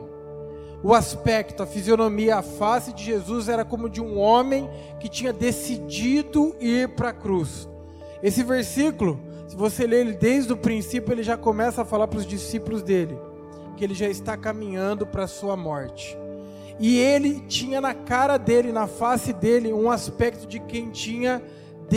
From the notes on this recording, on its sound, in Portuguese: Áudio da mensagem ministrada no Culto da Vitória realizado na Quinta-Feira, 10.